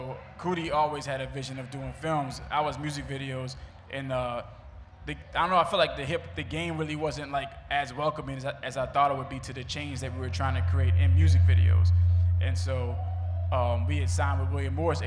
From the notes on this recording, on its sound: We brought some of the biggest disruptors in film to the stage for our Roots Picnic live podcast set.